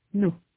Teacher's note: Elle est plus fermée dans nos et vos. La bouche est plus fermée. La tension dans les lèvres est plus grande. Les lèvres sont plus en avant.